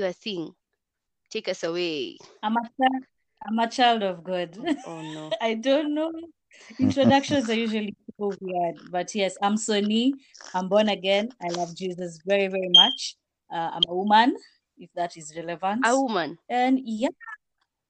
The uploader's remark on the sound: Kindly bear with us, COVID-19 has us recording remotely!